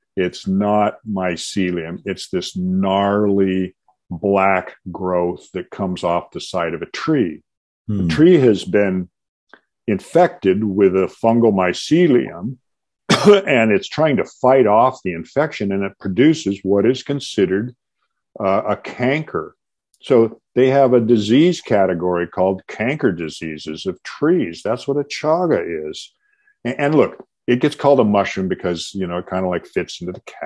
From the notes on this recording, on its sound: the Zoom meeting for some reason only recorded